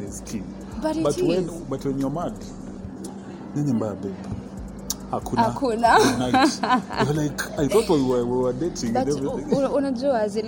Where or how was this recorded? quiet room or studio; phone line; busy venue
busy venue